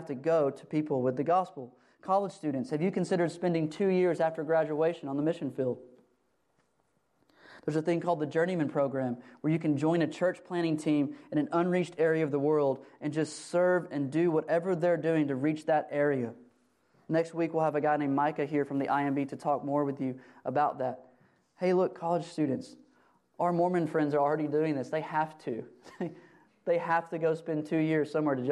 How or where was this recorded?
large echoing room